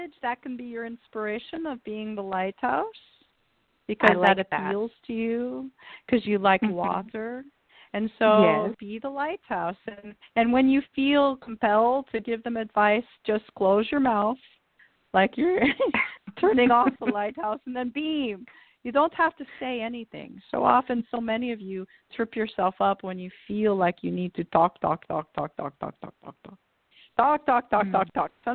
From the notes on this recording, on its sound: Allow listeners to call in with questions.